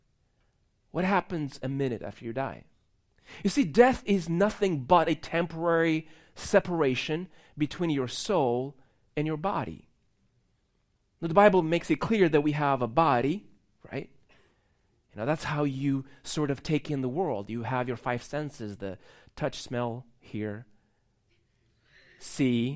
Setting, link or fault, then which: setting, large echoing room